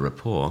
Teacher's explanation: I've largely sat at the bar, which has allowed me to develop a rapport, which I say in the same way I'd say restaurant, not pronouncing the T at the end